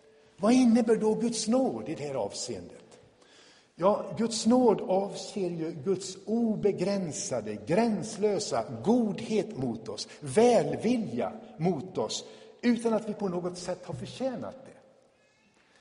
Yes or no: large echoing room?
yes